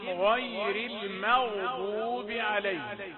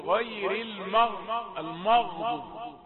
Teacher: كلمة المغضوب ميم رقيقة وغين مفخمة والضاد كذلك مفخمة · Shown in: first take · الخطأ فيها يأتي هكذا يقول غير المغضوب يعني هو ليست عنده اللياقة النطقية أن يضبط أدوات النطق بحيث تكون الميم مرققة وبعدها الغين مفخمة ويزيد التفخيم في الضاد كما علم.